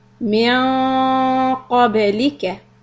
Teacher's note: And when you do the ba, the qab, because qa is heavy, the ba is soft. So you need to smile back after saying the qaf sound.